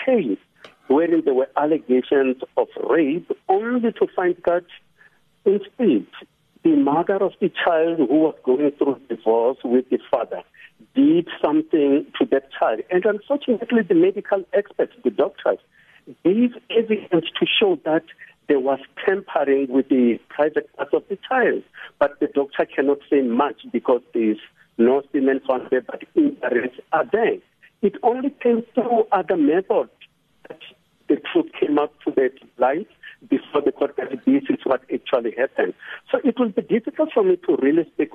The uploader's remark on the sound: joins us on the line